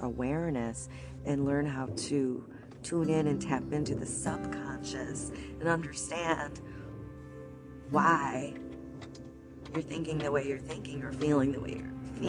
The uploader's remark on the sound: This episode was recorded while I was driving to an appointment. Pardon the background noises, but the message is clear.